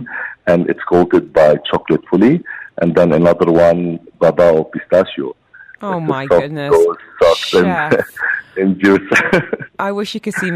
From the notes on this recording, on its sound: we have some great chefs as always on the phone